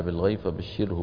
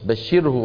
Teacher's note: مرققة. ليه؟ لأنها ساكنة وقبلها كسرة